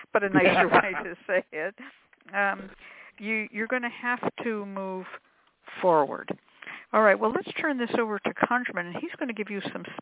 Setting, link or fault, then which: link, phone line